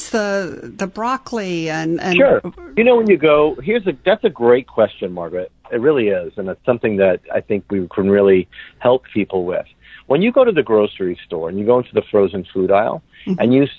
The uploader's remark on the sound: Had a Kitchen Chat by phone in our respective kitchens. How odd this felt not to actually be in person recording.